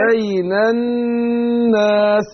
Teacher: بين الناس النون مشددة تاخدهن حركتين